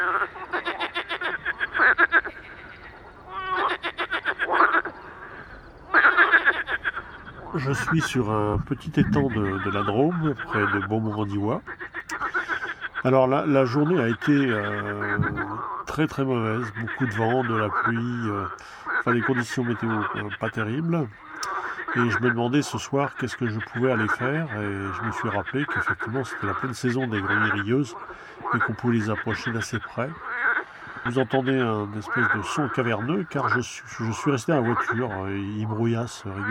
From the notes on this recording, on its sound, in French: Je me suis dirigé vers un petit étang que je connait bien pour y venir en début de saison enregistrer les crapauds et grenouilles rousses, celui de Beaumont. Au début plus pour faire un repérage sur le chant des grenouilles rieuses et ensuite bien sûr devant leur activité intense et malgré la pluie pour les enregistrer.